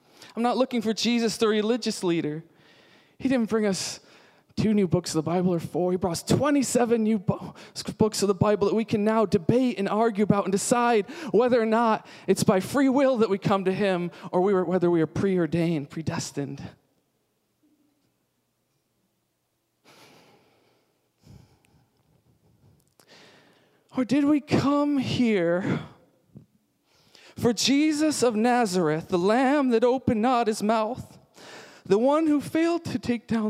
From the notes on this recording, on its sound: Sunday Service Recording